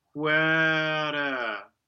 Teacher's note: if you were to do the linking R, I'd say minimize the first schwa. So you would have huera, just give a bit of opening into the R, huera, but you don't need to do huera, like making a new syllable or something.